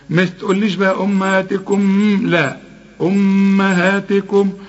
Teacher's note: أما الميم بتاعت أمهاتكم كل ميم على سكون لا تغن